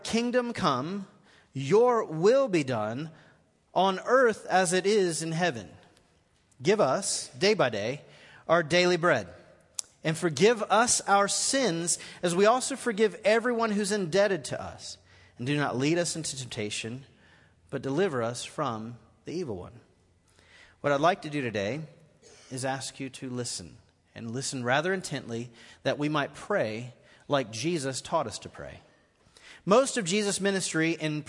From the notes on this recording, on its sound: Recorded live at The Fellowship in Nashville on December 30, 2018.